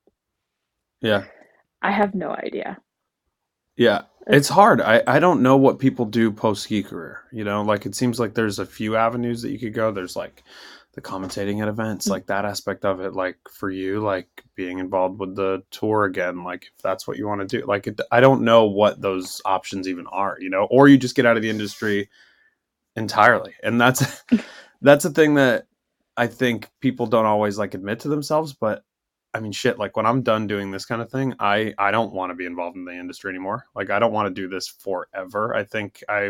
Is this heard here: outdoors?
no